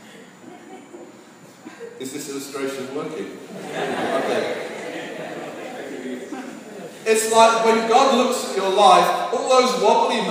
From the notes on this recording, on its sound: Sorry for the poor recording quality.